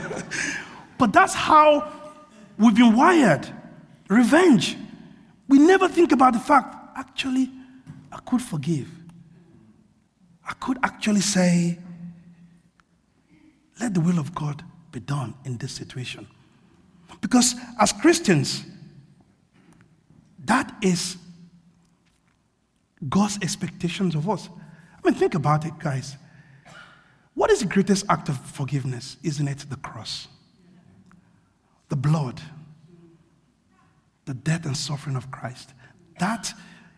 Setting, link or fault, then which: setting, large echoing room